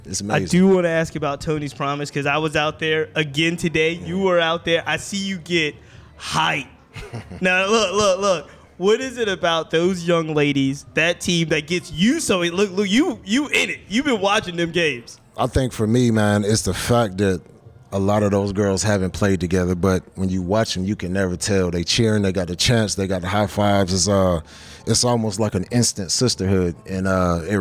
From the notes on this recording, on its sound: This podcast was recorded live at the 2023 Game Changer Awards.